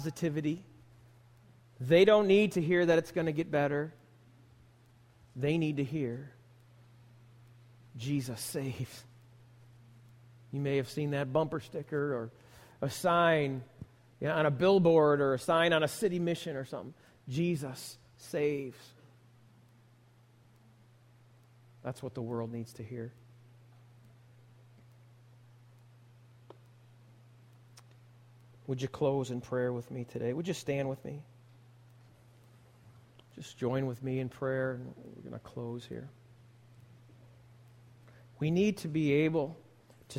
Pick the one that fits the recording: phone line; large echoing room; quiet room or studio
large echoing room